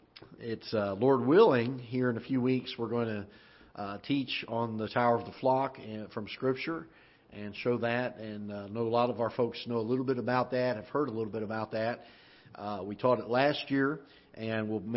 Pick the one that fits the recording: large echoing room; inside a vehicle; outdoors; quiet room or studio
large echoing room